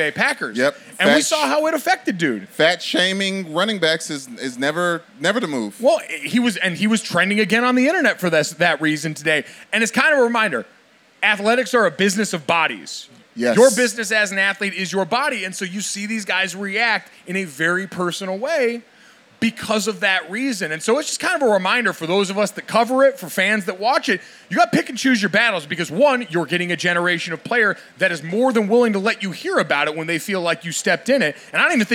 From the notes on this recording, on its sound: LIVE SHOW! LIVE podcast at MLB All-Star weekend in Los Angeles.